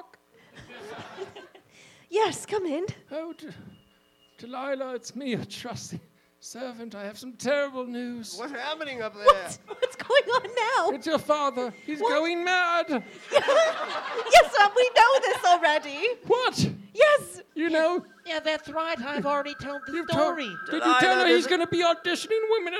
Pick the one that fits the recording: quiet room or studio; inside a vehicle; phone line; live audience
live audience